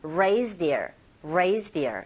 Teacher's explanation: here 이보다는 흐 사운드가 약하게 들려서 raised here 이런 식으로 들릴 수 있습니다.